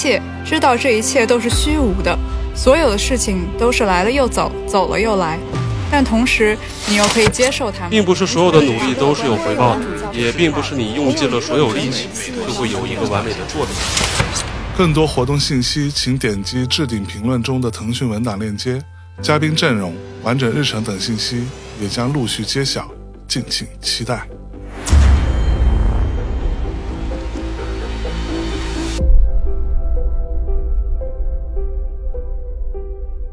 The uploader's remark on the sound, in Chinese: 两人在上海浦东区的同派酒店大堂餐吧的圆桌上，就边喝边聊。同样一刀不剪，可能听到最后，已经能感觉出我俩已经开始大舌头了。